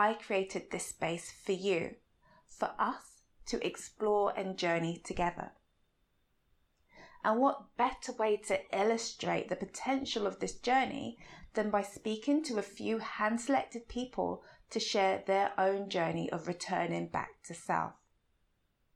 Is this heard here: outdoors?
no